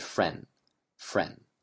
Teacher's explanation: At the end of your word, of the word friend, you didn't really enunciate the D. So a lot of people have difficulty enunciating the D or T at the end of the word.